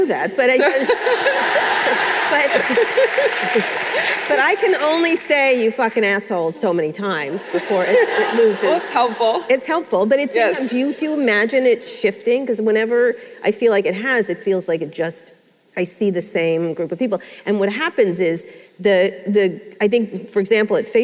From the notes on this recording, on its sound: live interview recorded at Lesbians Who Tech in San Francisco